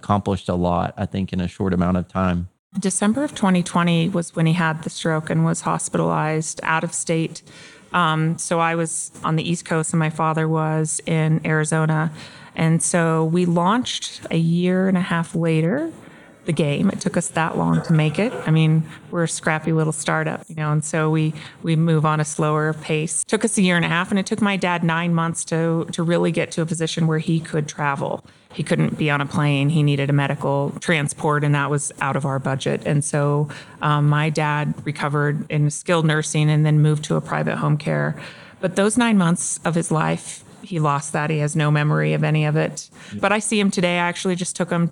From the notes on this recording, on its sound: This episode was recorded at ASHA Mid-Year Meeting.